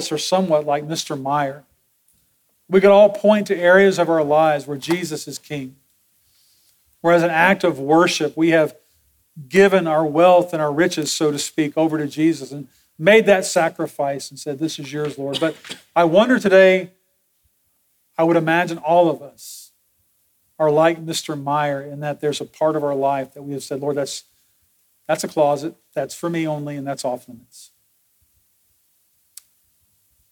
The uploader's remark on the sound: Sermon audio from Sunday, December 3, 2023.